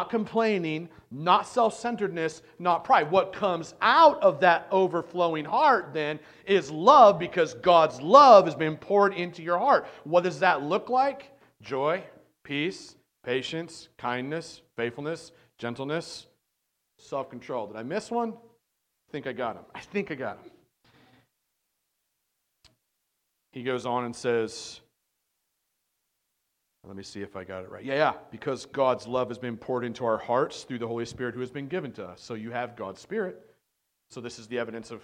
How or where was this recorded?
large echoing room